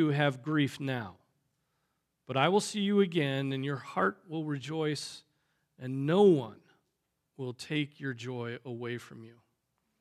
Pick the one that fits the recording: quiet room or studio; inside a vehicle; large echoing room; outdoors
large echoing room